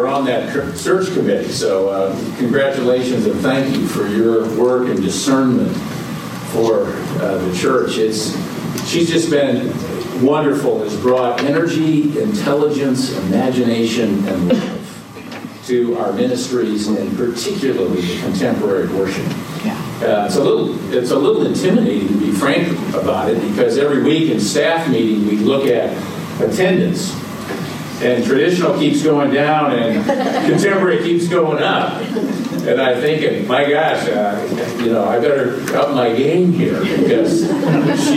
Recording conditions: large echoing room